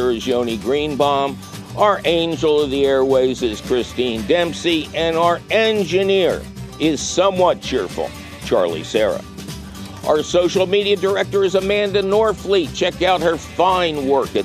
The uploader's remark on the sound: your 'salty' phone calls!